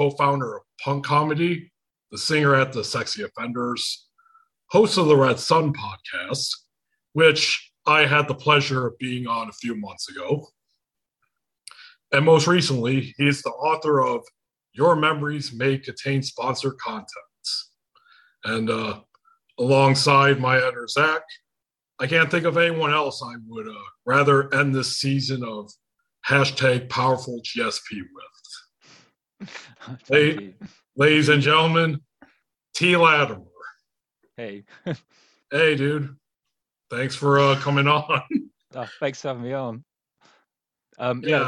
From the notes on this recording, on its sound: Recorded via Zoom on Sunday, December 12th, 2021, in Kalamazoo, Michigan and Saltash, Cornwall.